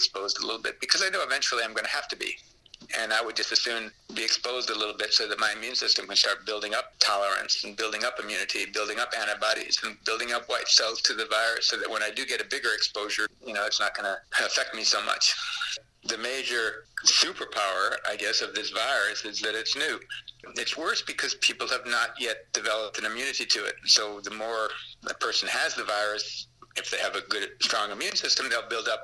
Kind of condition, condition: link, phone line